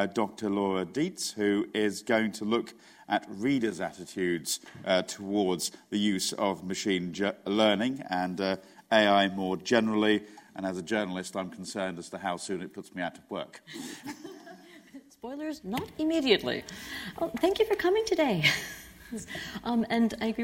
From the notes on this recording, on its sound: This panel discussion was part of the Cambridge Festival of Ideas